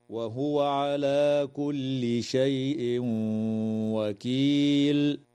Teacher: يدغم التنوين في الواو مع الغنة